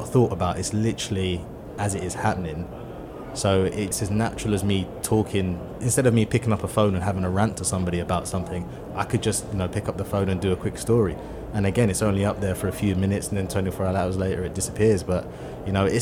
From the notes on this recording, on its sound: Recorded at ISE 2023.